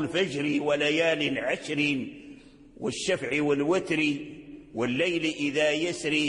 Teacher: الراء المكسورة مرققة إذا أوصلناها ولم نقف عليها، لأن الراء المكسورة في حالة الوصل الكسر يظهر، أما في حالة الوقف فيرجع الكسر إلى السكون، ترجع الراء ساكنة بعدما كانت مكسورة، فيزول عنها أحيانا يزول عنها الترقيق، لأن الكسر زال، وسيتكلم الناظم عن هذا. · Term: ترقيق الراء المكسورة